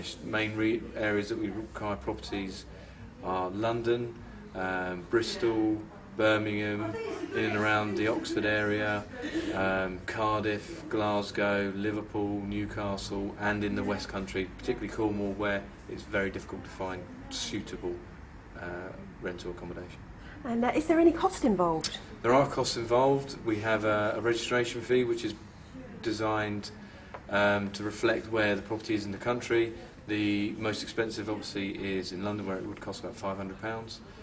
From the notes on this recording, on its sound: Live from the Landlord & Letting Show in Birmingham